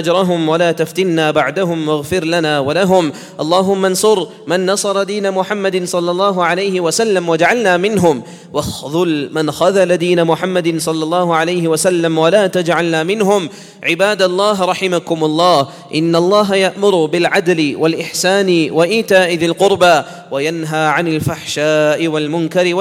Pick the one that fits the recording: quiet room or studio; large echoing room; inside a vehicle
large echoing room